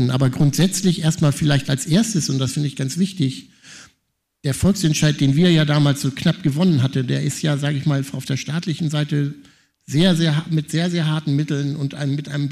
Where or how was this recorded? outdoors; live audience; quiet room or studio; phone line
live audience